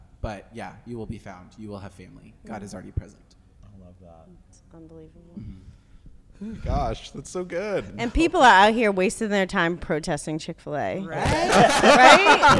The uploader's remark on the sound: Live from Revoice. The recording from our live episode at Revoice 23 is finally here.